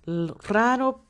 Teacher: la primera R es una R fuerte y la segunda es una R suave